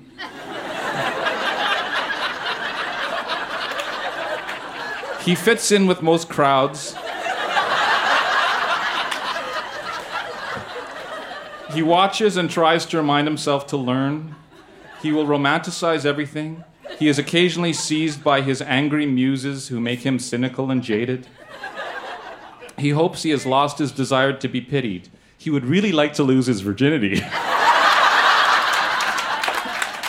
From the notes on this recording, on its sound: Recorded live in Vancouver, BC.